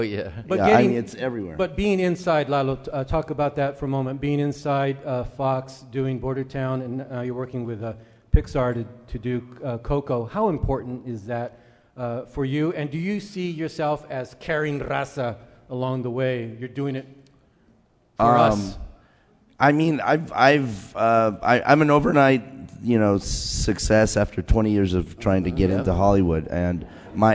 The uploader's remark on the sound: Today on 30 Minutes, we bring to you excerpts from the 2016 Tucson Festival of Books.